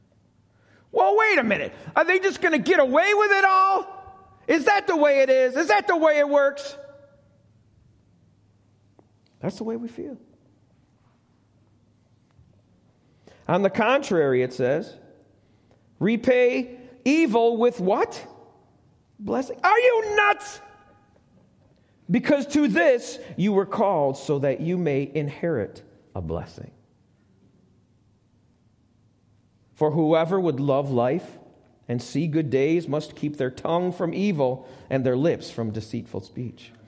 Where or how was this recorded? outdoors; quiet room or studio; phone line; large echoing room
large echoing room